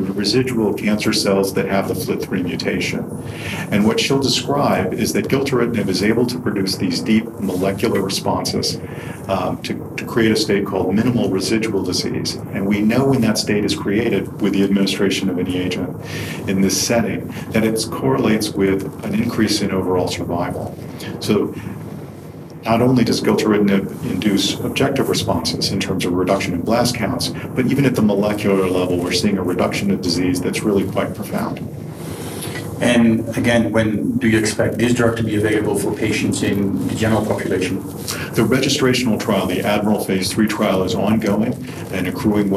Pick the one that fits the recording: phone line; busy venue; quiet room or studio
busy venue